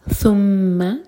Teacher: ثا کے لیے ہماری زبان اوپر والے دانتوں کو ٹچ کرے گی اور تھوڑی سی ٹپ باہر ہوگی. ثم ميم پر غنہ دو سیکنڈ ہول کریں گے.